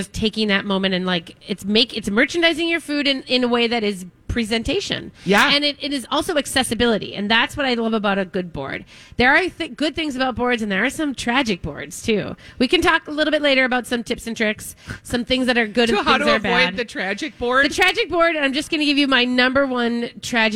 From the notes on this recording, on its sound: Live at Potluck! Broadcast live from Potluck at the Rosedale Mall!